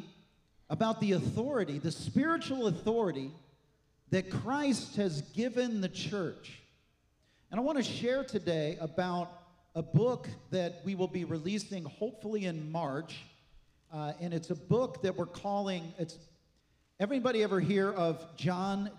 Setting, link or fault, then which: setting, large echoing room